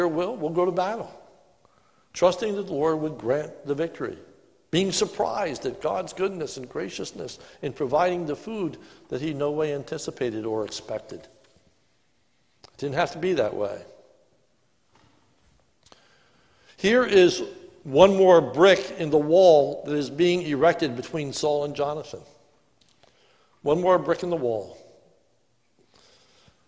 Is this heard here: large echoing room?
yes